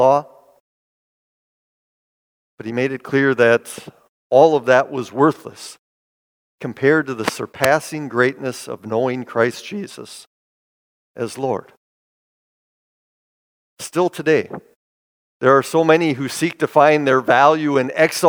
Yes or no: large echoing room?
yes